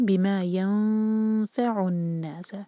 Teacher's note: بما ینفع الناس، یہاں پر جب اخفا کریں گے فا کے لیے، تو فا کے لیے جو ہمارے اوپر کے دانت ہیں وہ نیچے والے ہوٹ کے قریب آئیں گے جب اخفا کریں، تب ینفع، تب اس کا ساؤنڈ کلیئر نکلے گا.